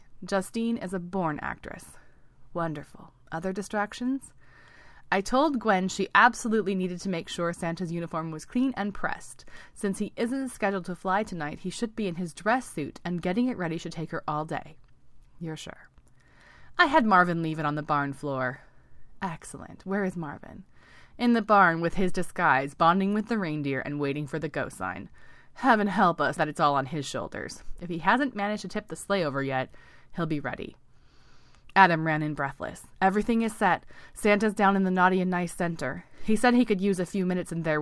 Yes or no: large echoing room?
no